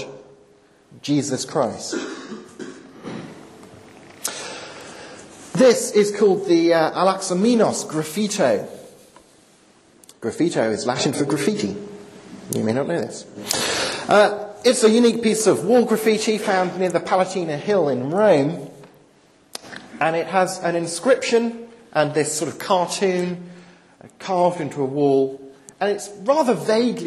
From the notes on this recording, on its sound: delivered at Highfields Church Cardiff, 14th November 2010.